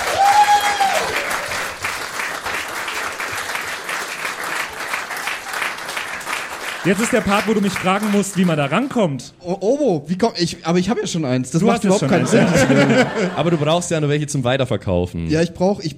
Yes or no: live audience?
yes